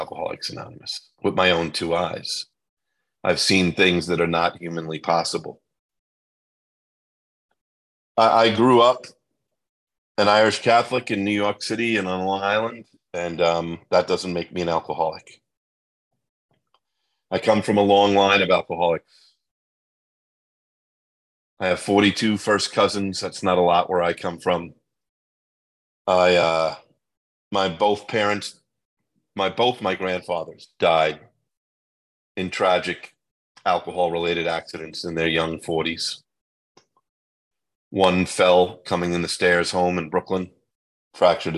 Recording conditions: video call